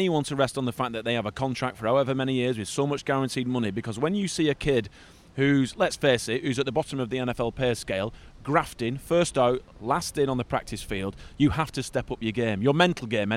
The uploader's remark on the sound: Live from Wembley. The Fumble is being recorded right outside Wembley Stadium, right where the NFL tailgate will be next week and fans are filing past to go and watch Spurs v Barcelona in the Champions League.